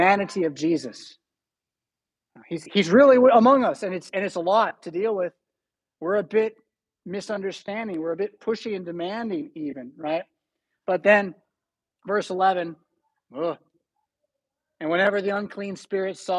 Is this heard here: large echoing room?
yes